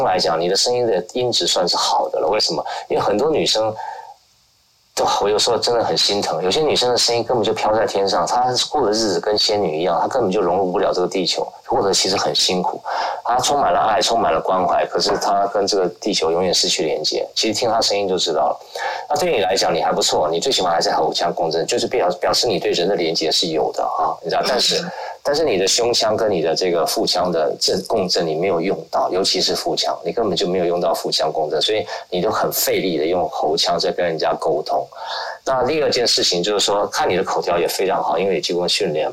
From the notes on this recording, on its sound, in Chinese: 於clubhouse上演說並現場錄音。現場錄音，原先只存檔用並無公開，音質上請多多包涵。